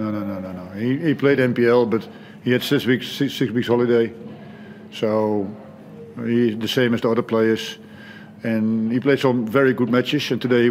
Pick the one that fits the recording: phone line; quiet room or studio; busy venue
busy venue